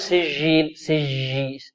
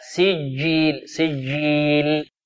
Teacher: ليست هذه الجيم جيم عربية، وإنما الجيم العربية شديدة · Shown in: second take